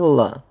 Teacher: «Ла» – особый звук, он велярный. Задняя часть спинки языка поднимается при его произнесении.